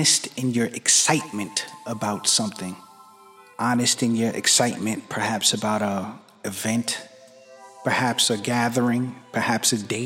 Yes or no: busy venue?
no